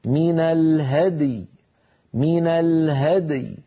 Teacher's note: فلابد من بيان الدال مقلقلة ومن بيان الياء ساكنة، هكذا من الهدي من الهدي، فلا نقول الهدي، لا نجعل الدال تنكسر ولا نجعل الياء أيضا تنمط وتصير رخوة يعني بمعنى ممطوطة ممدودة.